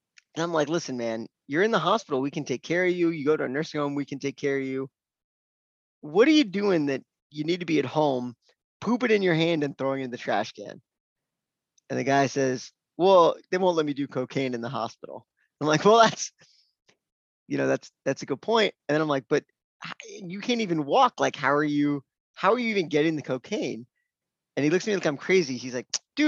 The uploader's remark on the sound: This episode of the Physician Grind was recorded in our first ever Virtual Open Mic on 3/16/2022.